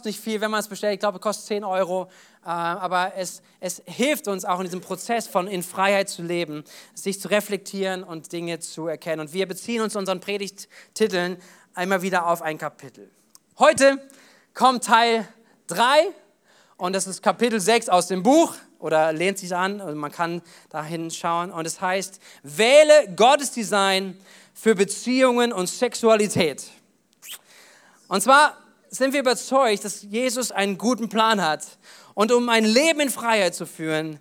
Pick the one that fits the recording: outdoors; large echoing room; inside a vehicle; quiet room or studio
large echoing room